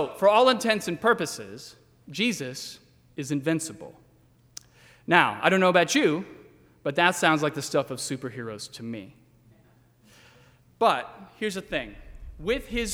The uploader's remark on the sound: during the 8:00 PM service on Sunday December 24, 2019, at First Presbyterian Church of Arlington Heights, Illinois.